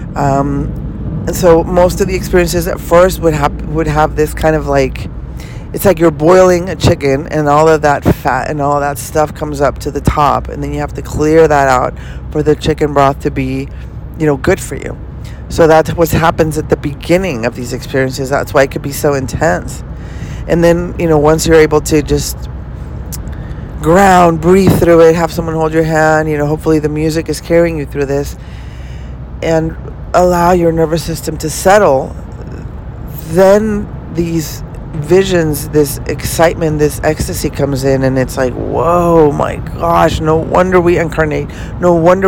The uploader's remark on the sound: Podcasts in the car series. I am recording this while driving to LA... Please be ware of a few traffic sounds.